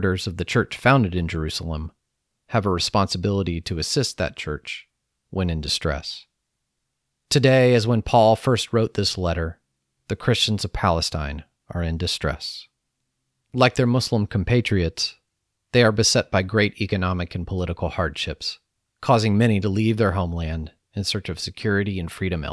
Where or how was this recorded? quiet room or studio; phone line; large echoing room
quiet room or studio